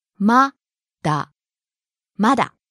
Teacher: Starting high and falling on the last syllable だ。